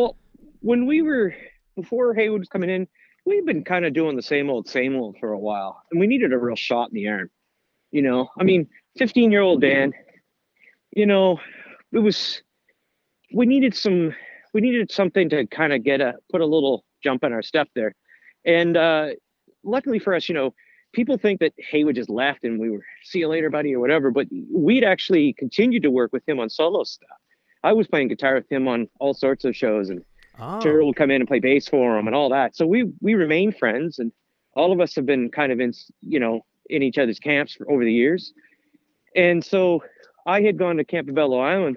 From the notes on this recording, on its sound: on the phone